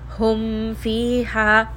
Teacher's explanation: I am not going to merge, I am not going to hide, just clearly say the mim, hum fiha. Mim is a letter of tawassut as well, so you are allowed to rest on this for just a little bit, give it a little bit of time, and this is going to be the mim with idhar.